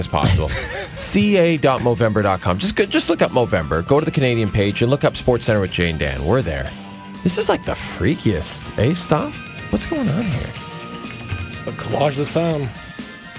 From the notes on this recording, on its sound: This episode may or may not contain a mystery call in guest.